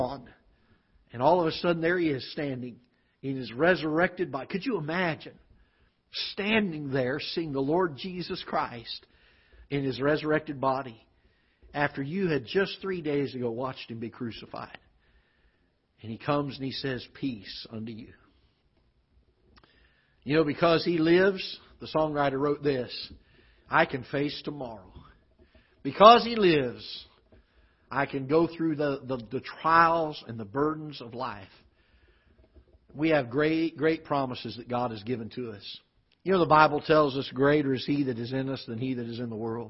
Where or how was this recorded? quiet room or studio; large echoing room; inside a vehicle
large echoing room